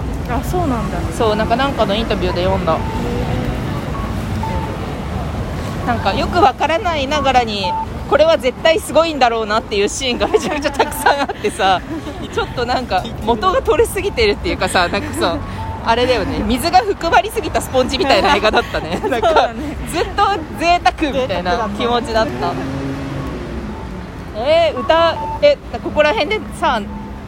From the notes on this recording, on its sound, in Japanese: 横浜ブルク13から野毛に歩きながら話しています。